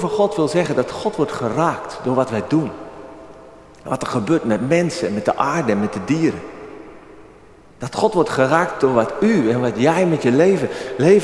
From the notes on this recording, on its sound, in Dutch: Opgenomen op 30 april 2023 in de Noorderkerk te Amsterdam.